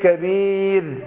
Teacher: شوف الراء مرققة وما بتتكررش، يعني وإن كان من صفاتها التكرير عشان هي قبل تقبل